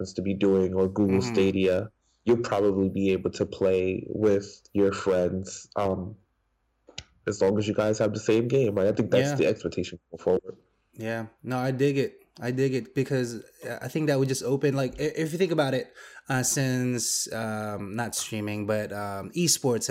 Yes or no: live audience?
no